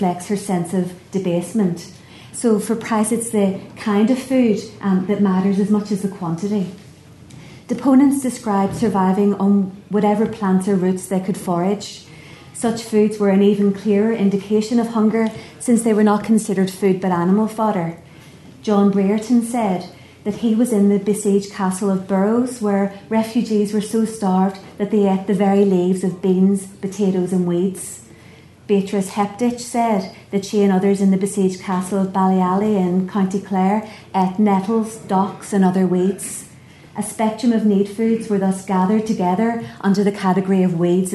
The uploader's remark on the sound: at the 2022 Tudor and Stuart Ireland Conference.